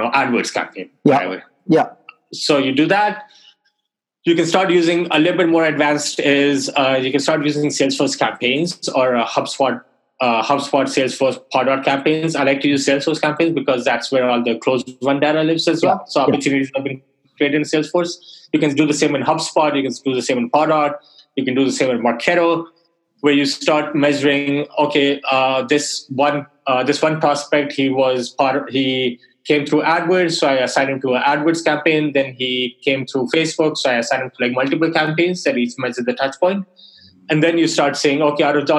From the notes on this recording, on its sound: Webinar Audio. This is the audio of a webinar I did with LeadSift .